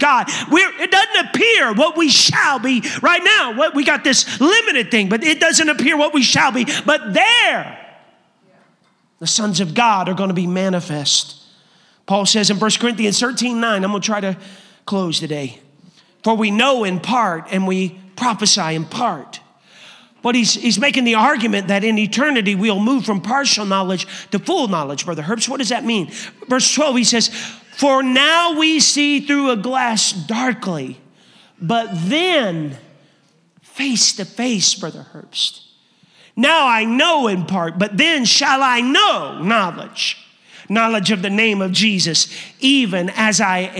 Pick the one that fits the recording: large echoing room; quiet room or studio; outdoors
large echoing room